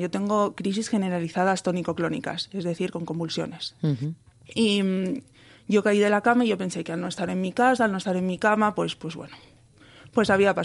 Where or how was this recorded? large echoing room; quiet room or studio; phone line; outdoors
phone line